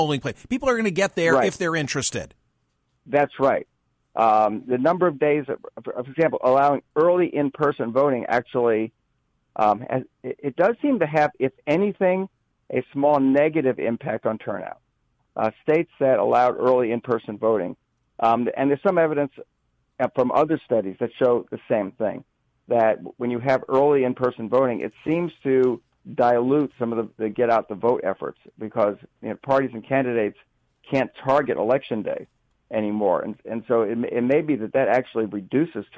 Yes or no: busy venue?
no